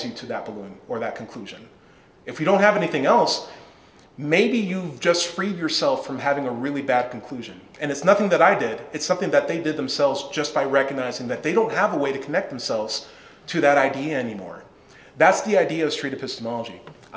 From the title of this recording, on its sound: Presentation | Let's Chat | Kentucky Freethought Convention